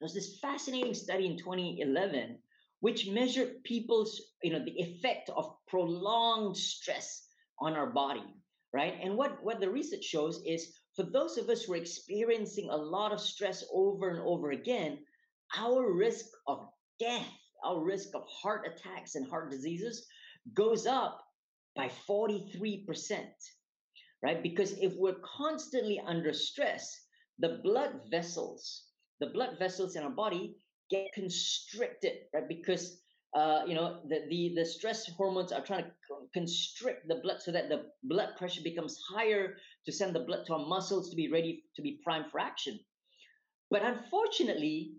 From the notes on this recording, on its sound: recorded webinar series